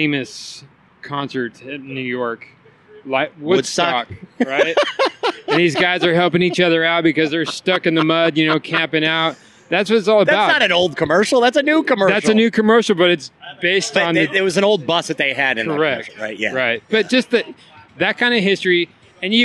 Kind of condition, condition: setting, busy venue